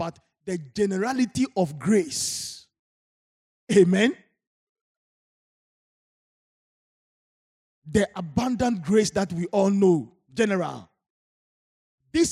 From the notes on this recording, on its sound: Sermon preached at CBC Shiashie Campus